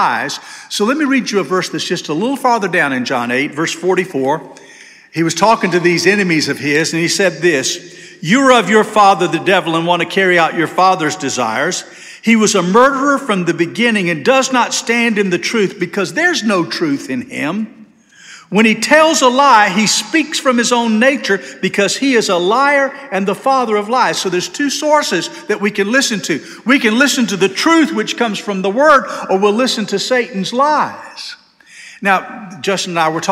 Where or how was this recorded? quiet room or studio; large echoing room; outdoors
large echoing room